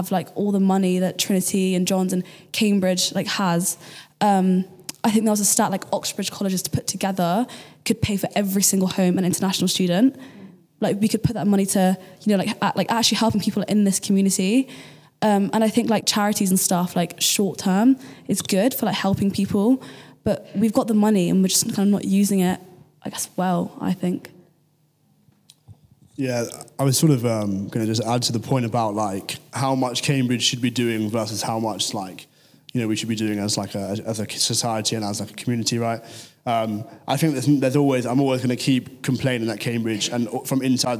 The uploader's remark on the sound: Cambridge Union. This Panel took place in the Keynes Library.